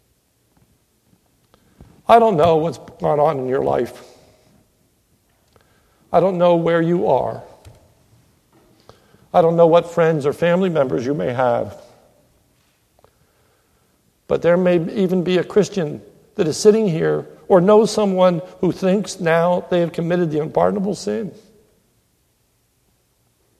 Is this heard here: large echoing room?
yes